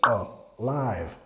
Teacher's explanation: Primera sílaba reducida, alive. Reducido el sonido schwa